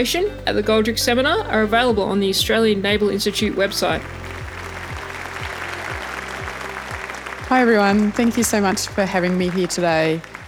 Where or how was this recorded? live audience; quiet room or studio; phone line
live audience